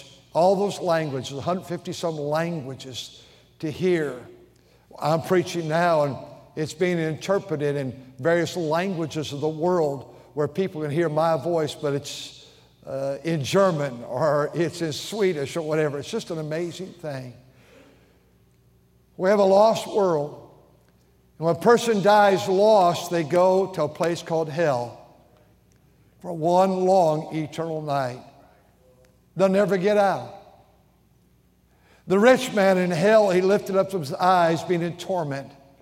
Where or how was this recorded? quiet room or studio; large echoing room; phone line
large echoing room